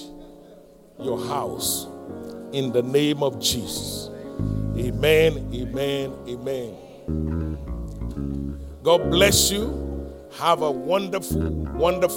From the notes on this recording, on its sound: live-recording